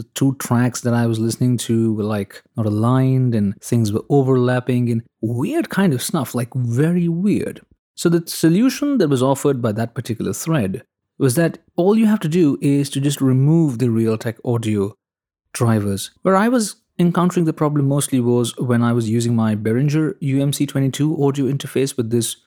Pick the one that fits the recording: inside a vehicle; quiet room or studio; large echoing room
quiet room or studio